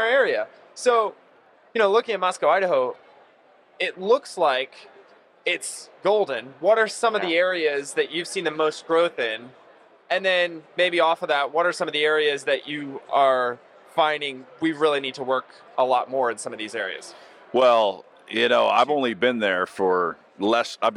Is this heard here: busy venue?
yes